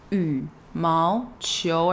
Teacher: third tone, second tone, second tone